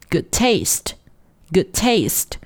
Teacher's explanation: 一个是以这个浊辅音的结尾的，另外一个单词呢是以对应的清辅音 t 开头的。对于这种情况，我们只读一个，读后面的就可以了